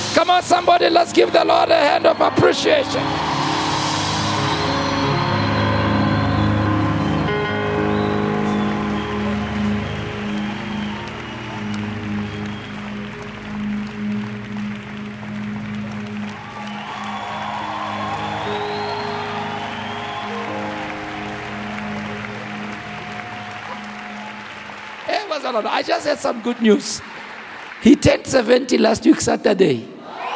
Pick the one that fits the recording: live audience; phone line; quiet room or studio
live audience